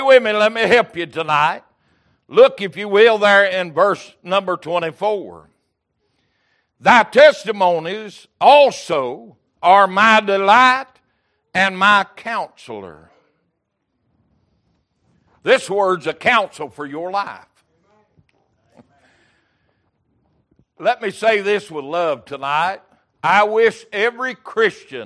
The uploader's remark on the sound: Recorded December 28, 2022 - Wednesday Evening Service